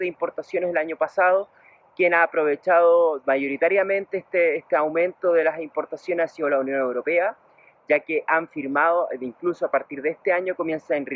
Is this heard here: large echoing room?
no